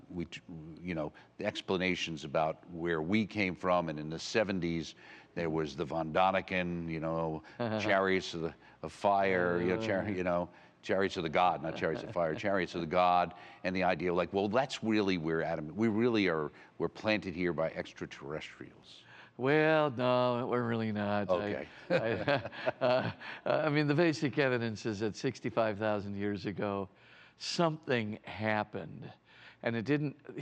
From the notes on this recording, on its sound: A special edition from the 13th Annual Napa Summer Conference.